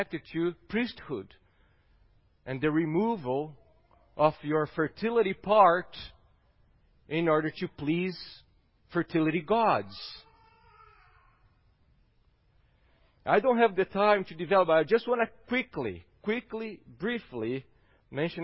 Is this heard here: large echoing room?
yes